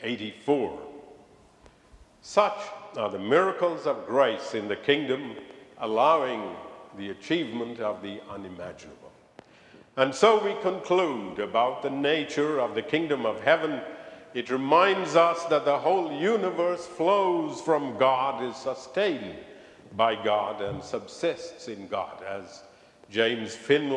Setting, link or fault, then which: setting, large echoing room